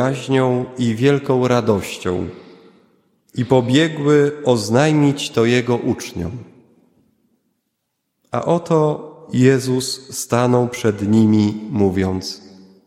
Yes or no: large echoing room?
yes